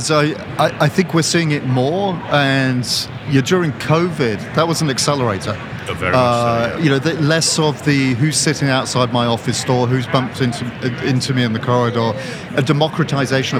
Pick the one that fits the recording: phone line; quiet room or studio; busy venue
busy venue